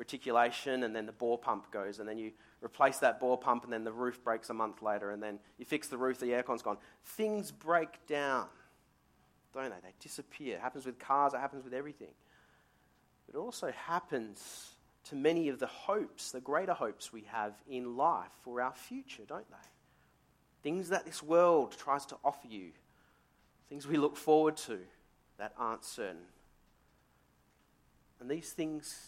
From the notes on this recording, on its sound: Sermon recorded live from Morley Baptist Church.